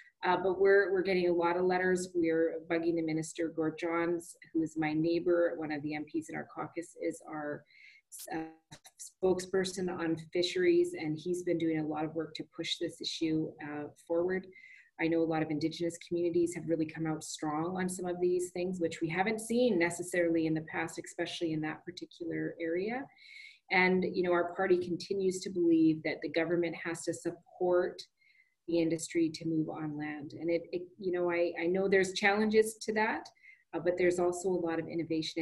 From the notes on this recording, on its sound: ZOOM townhall meeting /Cortes Radio broadcast with our MP.